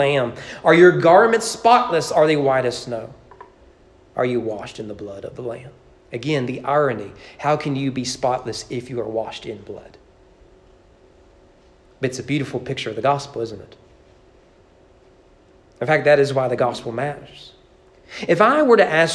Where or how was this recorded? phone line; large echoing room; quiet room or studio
large echoing room